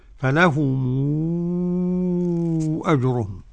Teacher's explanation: ورش يمد المنفصل ست حركات · Term: مدا منفصلا